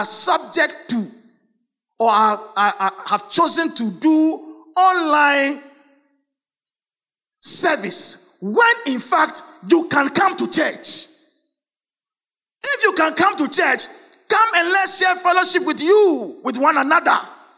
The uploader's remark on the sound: Sermon preached at CBC Shiashie Campus